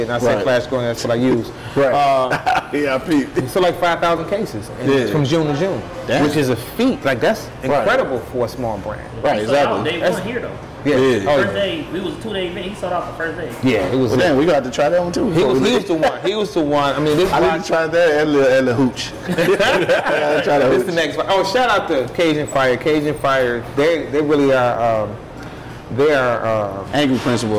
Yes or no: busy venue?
yes